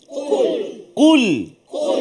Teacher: Qaf pangkal lidah dekat dengan anak tekak